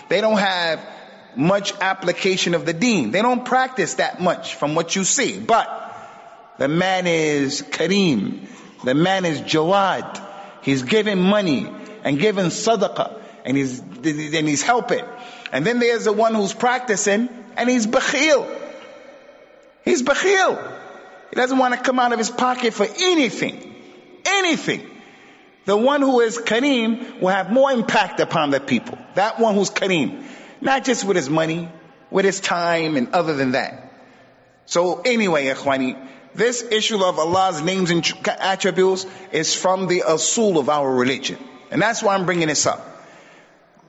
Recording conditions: large echoing room